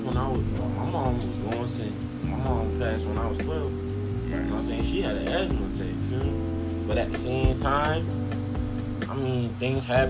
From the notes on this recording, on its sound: PLEASE EXCUSE THE AUDIO IN THE BACKGROUND